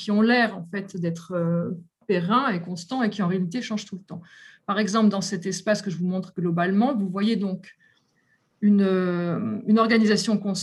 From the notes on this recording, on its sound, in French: Enregistré sur zoom le 20 avril 2021